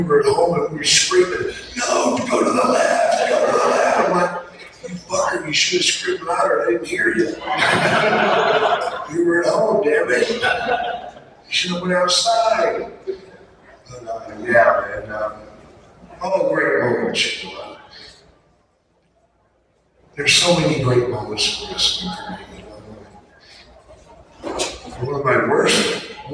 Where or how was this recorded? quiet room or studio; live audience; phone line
live audience